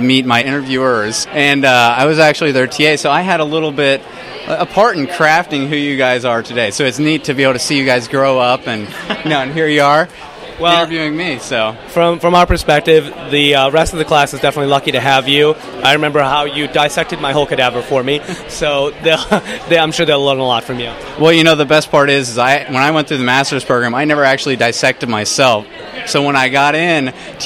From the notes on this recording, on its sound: This episode features live field reports — including interviews with students and proud parents — recorded at the Boonshoft School of Medicine Class of 2014 White Coat Ceremony.